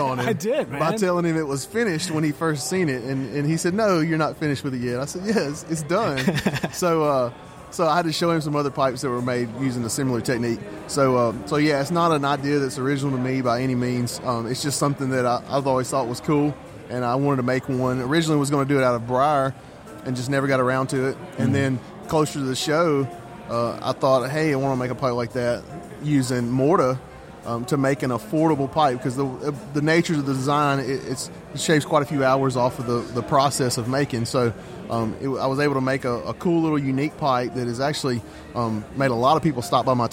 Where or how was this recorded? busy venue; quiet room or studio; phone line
busy venue